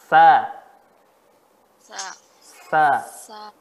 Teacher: ujung lidah bertemu ujung gigi kita ujung gigi seri bagian atas · Term: huruf a. sa